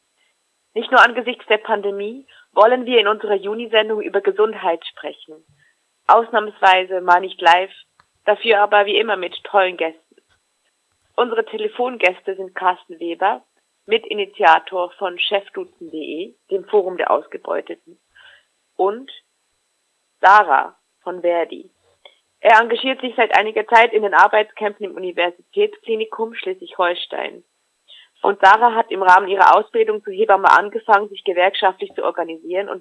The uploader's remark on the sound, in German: Ausnahmsweise mal nicht live, dafür wie immer mit tollen Gästen. Am Telefon.